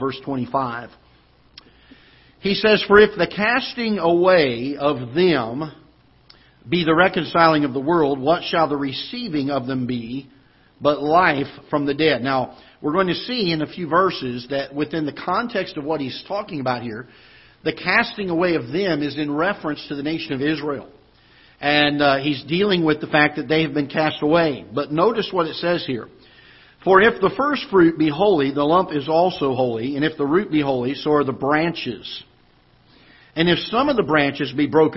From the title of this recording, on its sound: Ketha Heights Baptist Church ~ Live Broadcast